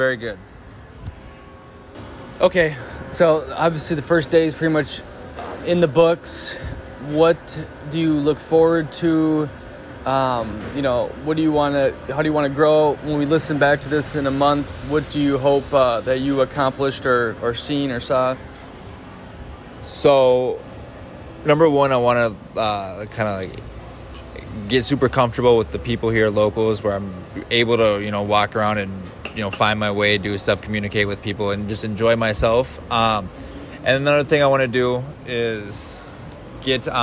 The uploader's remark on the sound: In second the part they record live from a cafe after being in Playa Del Carmen for 24 hours.